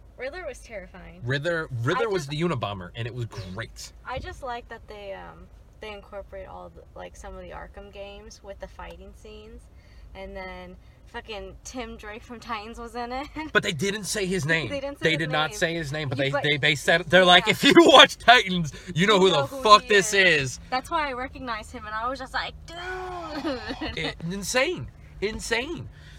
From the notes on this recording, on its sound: give a very honest review from our car